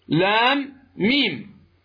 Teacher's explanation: هذه اللام نهايتها ميم عند النطق بها، تقول لام، جاء بعدها ميم فتدغم الميم الأولى في الثانية · Term: إدغام